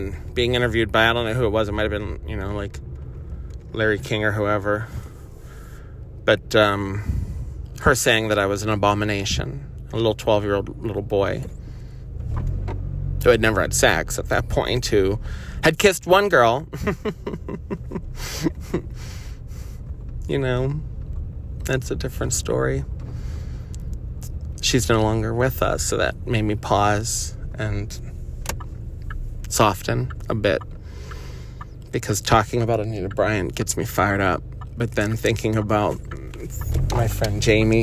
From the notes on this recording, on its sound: I'm driving (the phone was appropriately placed, and I was talking as though you were in the car).